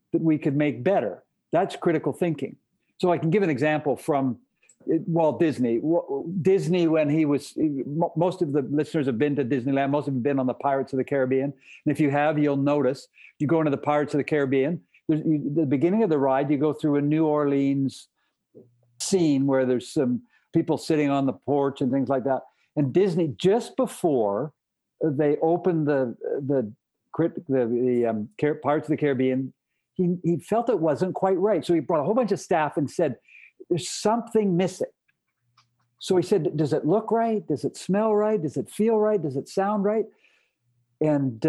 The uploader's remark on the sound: sat down virtually